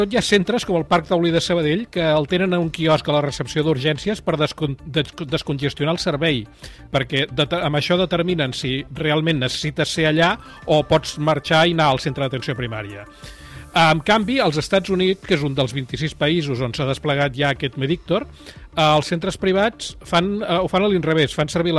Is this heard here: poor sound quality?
no